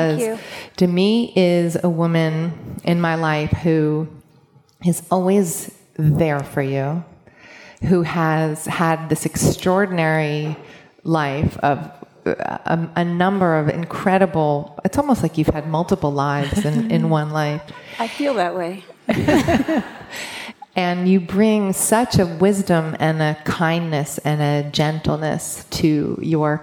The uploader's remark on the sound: a chat at In goop Health in New York City